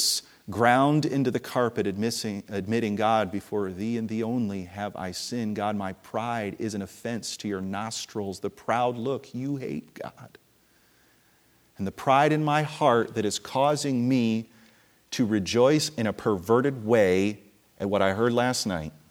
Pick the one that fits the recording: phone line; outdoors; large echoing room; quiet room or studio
large echoing room